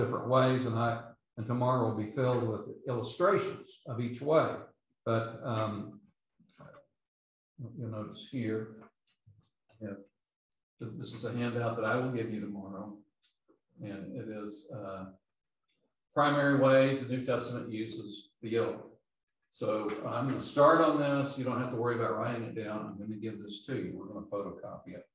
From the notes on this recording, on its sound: London Seminary. These podcasts are the recordings of the lectures.